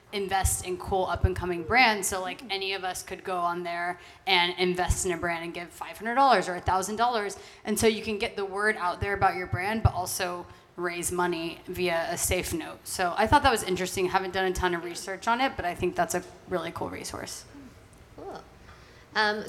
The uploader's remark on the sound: Female Founder World Networking Pop-Up in partnership with Shopify LA: a live recording from the panel!